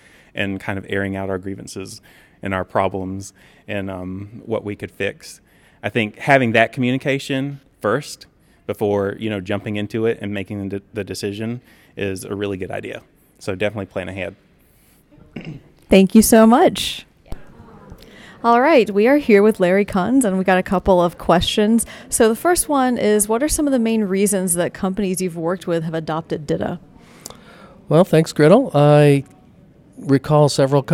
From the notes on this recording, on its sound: talk with attendees at the CMS/DITA North America conference